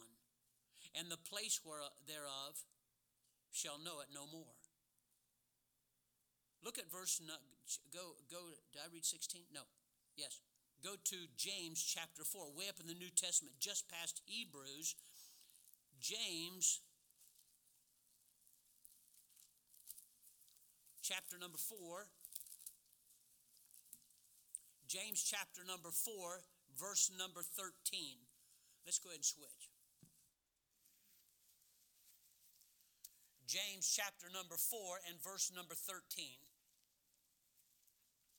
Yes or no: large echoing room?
yes